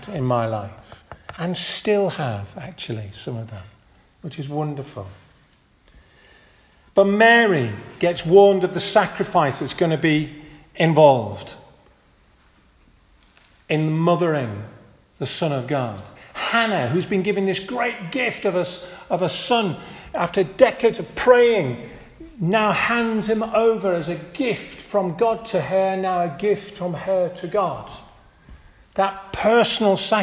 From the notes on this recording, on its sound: This audio recording was taken from the 10:30 Communion service at St Mary and St John's Church, Hardraw - March 19th, 2023